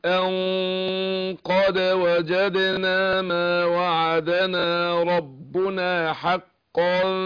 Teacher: بنشتغل على الخيشوم بالنسبة للنون مش على طرف اللسان واصول الثنايا · Term: هنفخم الغنة